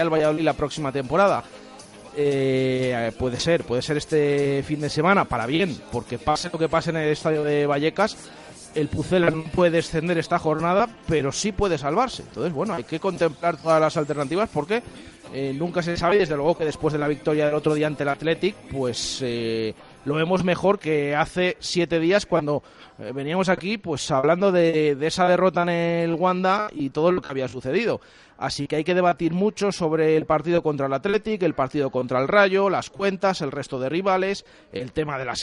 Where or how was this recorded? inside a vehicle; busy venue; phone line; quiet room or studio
busy venue